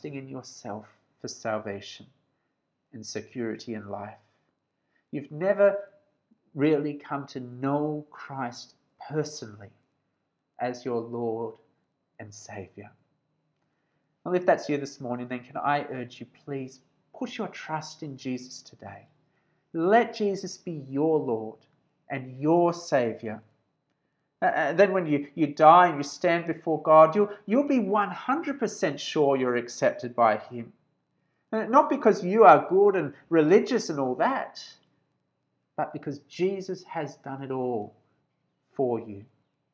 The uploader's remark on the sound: This sermon was preached at Georgetown Baptist Church on 24th January 2021.